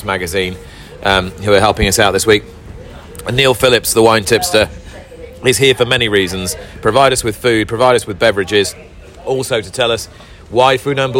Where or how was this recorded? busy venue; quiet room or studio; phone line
busy venue